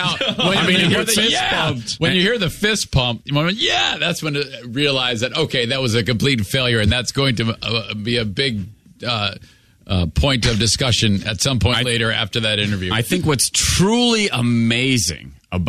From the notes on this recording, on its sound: We were just sitting around the studio when we saw the hotline was ringing. We decided to pick the phone up anyway.